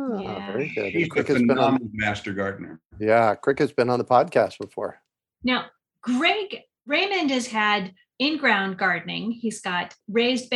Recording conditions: video call